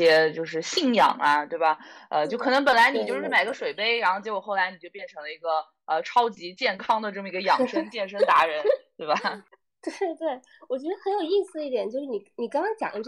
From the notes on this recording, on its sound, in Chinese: 直播录音。我们翻出了半年前在荔枝录的一次谈话直播作为加更，虽然音质不如平时。